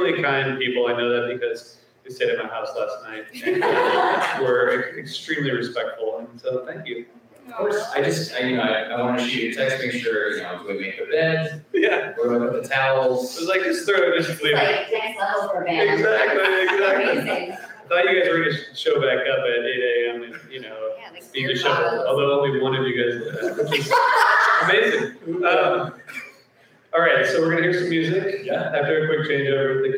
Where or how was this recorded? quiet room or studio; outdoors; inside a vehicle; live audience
live audience